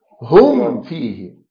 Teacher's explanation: هم فيه الميم بتبقى أشد إظهار